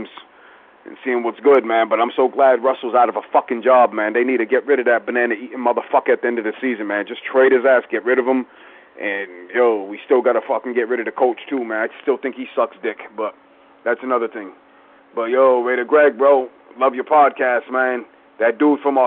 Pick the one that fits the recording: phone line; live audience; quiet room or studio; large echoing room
phone line